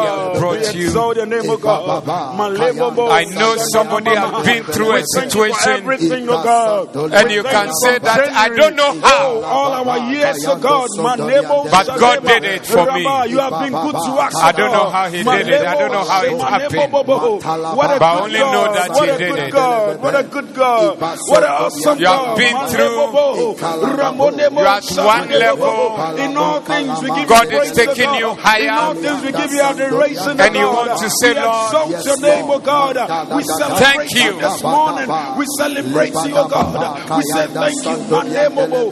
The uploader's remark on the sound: Preached at the Zeloo Service